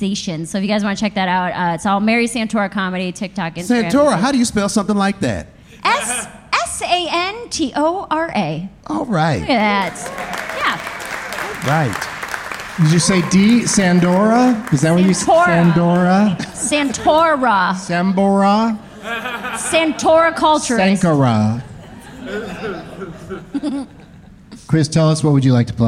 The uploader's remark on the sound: Live from the Cap City Comedy Club in Austin.